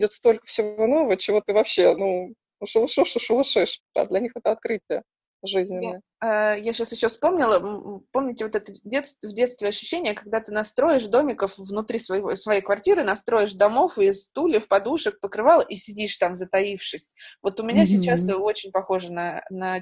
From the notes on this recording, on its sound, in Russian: Записан в Zoom. Мы сидим в режиме самоизоляции.